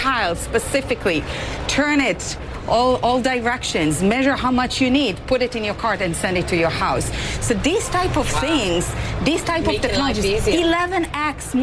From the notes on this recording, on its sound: live from the New York Stock Exchange